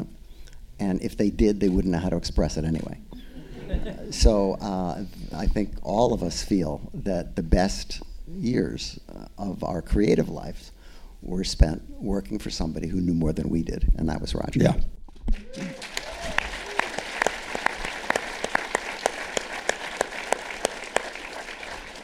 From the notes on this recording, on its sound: a panel of filmmakers at the Santa Monica Aero Theatre for Beyond Fest 2023